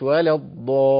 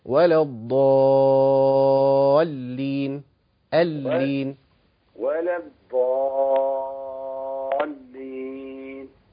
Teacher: اللام الأخيرة ما تقطعش الصوت عندها، ما تحبس الصوت فيها · Shown in: second take · ما تسكتش عليها، ما تقولش ولا الضالين، لا خلي الصوت يستمر حاجة بسيطة كده، ولا الضالين اللين ولا الضالين.